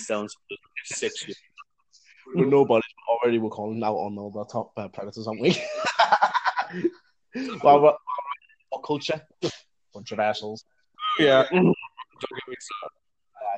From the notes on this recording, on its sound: The audio is messy. Endgame review that comes with shite audio.